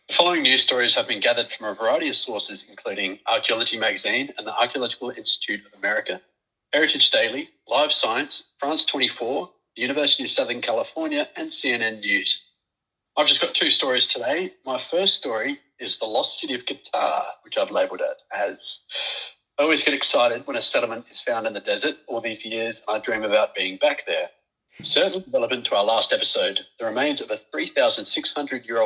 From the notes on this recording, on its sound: PS: Apologies for some of the audio quality. Due to being in isolation, I have had to record via phone call!